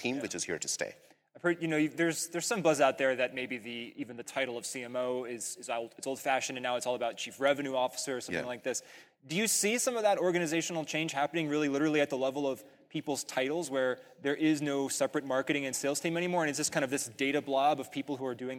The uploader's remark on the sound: LIVE at the Marketing AI Conference. On the main stage of the Marketing Artificial Intelligence Conference. Recorded live in Cleveland, OH.